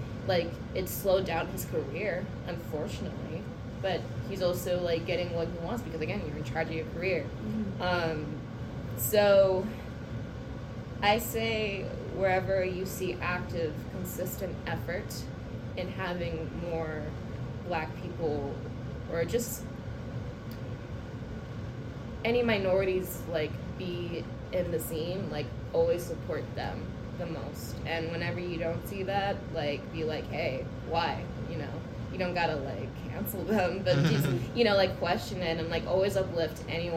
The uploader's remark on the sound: The boys are literally recording this live from Anime NYC.